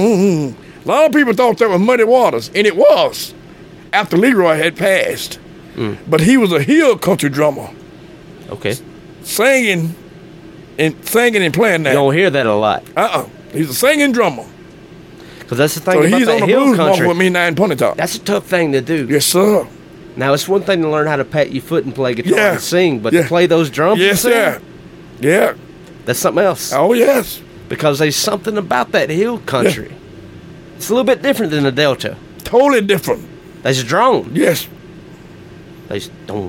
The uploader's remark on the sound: during the 50th Annual Blues Festival at the Blue Front Cafe in Bentonia, MS.